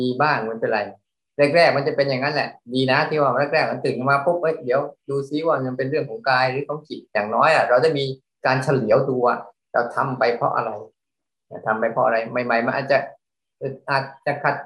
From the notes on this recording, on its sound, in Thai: เป็น 1 ใน 3 คอร์สออนไลน์ (ผ่านโปรแกรม Zoom)